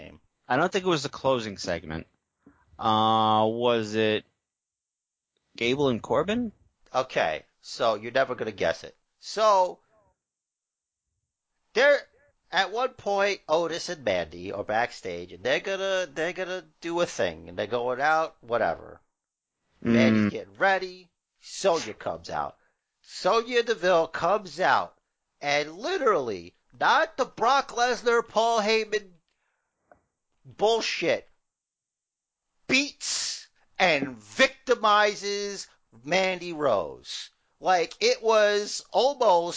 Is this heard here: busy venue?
no